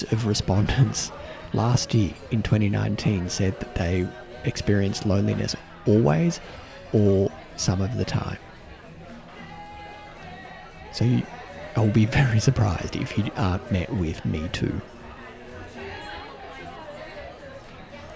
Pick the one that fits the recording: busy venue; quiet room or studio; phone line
busy venue